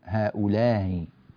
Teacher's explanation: فقالون رحمه الله يسهل الهمزة الأولى · Term: بالتسهيل بين